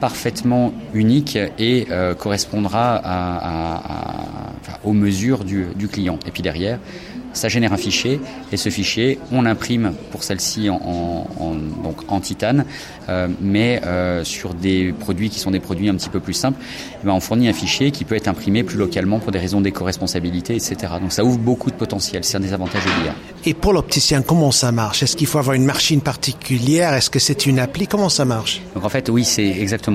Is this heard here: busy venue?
yes